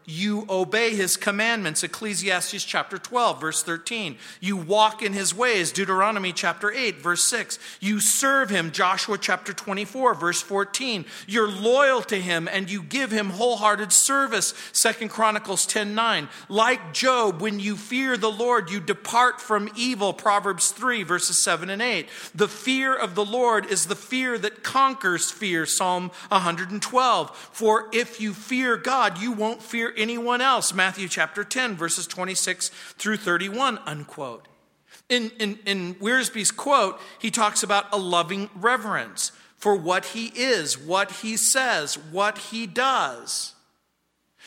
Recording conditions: large echoing room